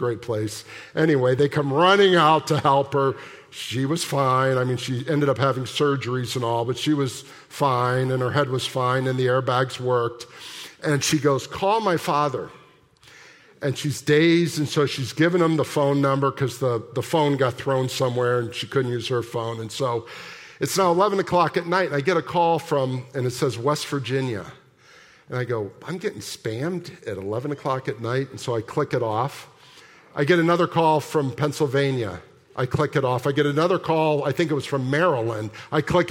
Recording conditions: large echoing room